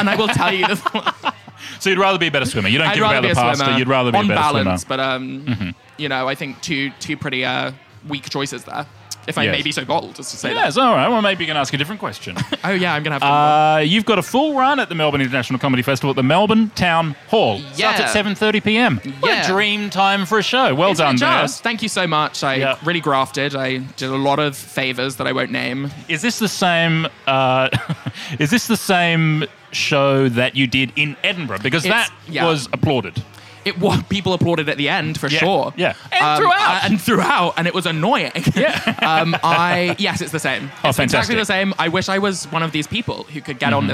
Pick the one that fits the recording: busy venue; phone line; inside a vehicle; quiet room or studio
busy venue